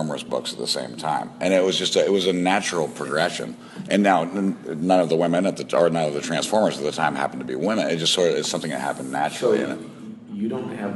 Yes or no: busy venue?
yes